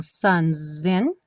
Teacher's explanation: O S ganhou um som de Z.